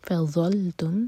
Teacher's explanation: زبان اوپر والے دانتوں کو ٹچ کرے گی ٹپ باہر ہوگی اور منہ بھر کر پڑھیں گے